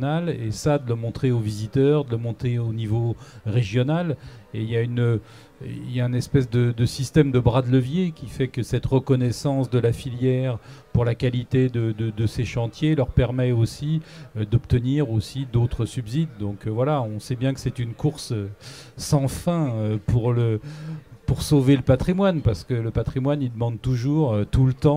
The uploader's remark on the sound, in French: En direct du Salon International du Patrimoine Culturel